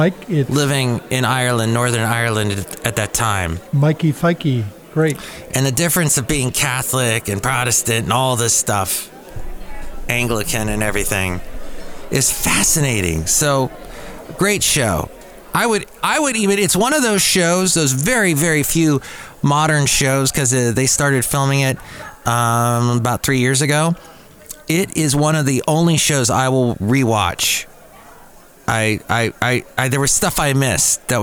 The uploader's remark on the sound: podcast live from Cafe Anyway